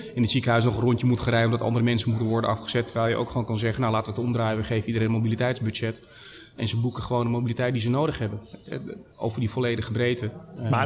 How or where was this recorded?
busy venue